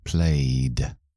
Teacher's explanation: Sigue vibrando mi voz hasta final. · Term: sonora